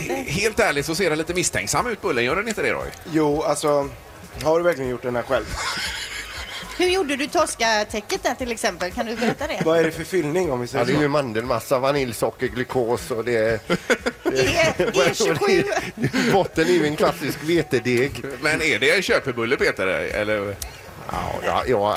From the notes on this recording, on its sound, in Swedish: Vi sänder live från poolkanten på Sankt Jörgen